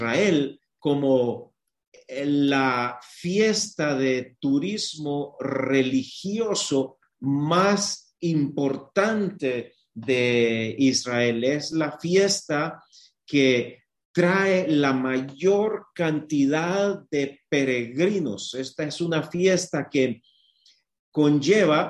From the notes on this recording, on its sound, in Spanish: Éste episodio es la grabación del webinario zoom que contiene porciones en inglés y que originalmente fueron traducidas en vivo simultáneamente. La traducción no aparece en este episodio.